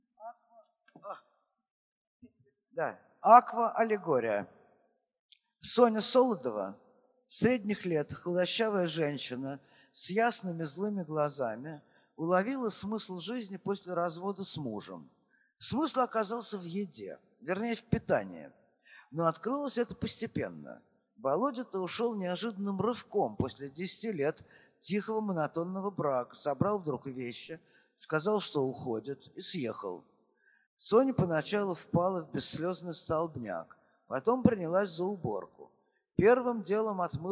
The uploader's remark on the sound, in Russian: Фестиваль «Слова и музыка Свободы». Общение с публикой, ответы на вопросы.